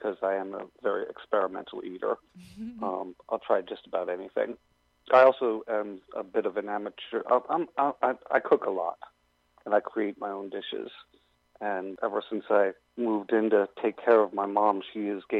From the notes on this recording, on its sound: joining over the phone